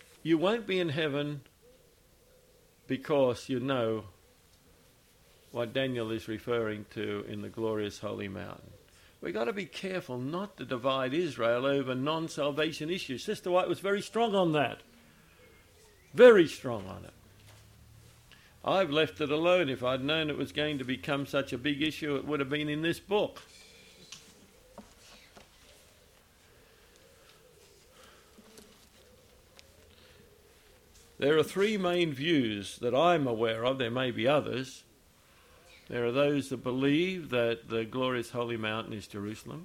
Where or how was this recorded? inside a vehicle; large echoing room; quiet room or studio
large echoing room